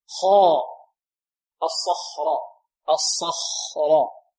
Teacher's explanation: خاء ننطقها بدون أن نضم الشفتين